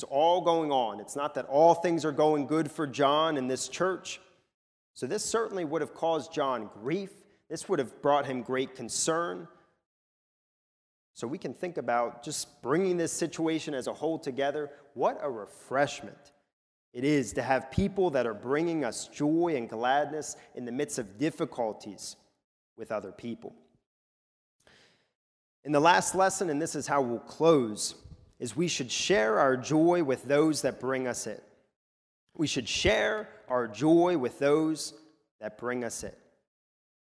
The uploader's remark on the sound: a sermon recorded at the Lebanon Bible Fellowship Church in Lebanon, PA during the evening service